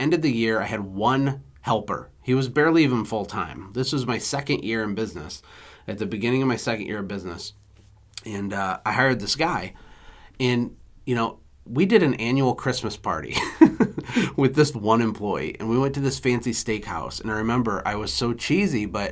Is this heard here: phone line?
no